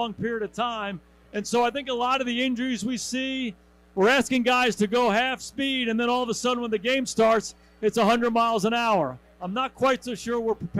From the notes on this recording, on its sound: Livestream from O'Rourkes in South Bend. LIVE from O'Rourke's in South Bend,.